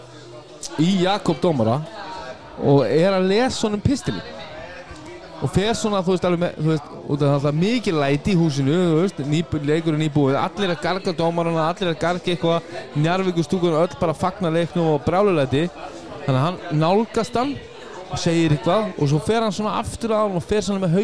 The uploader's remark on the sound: Live From Brons. Brons Keflavík.